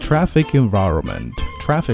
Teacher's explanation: traffic 和 environment 之间要连起来